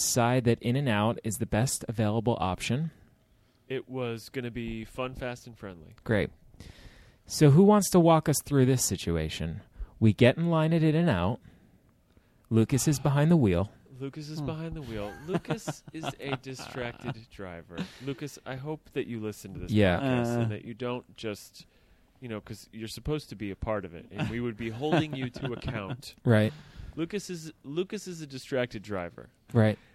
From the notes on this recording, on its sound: Live From Summer League.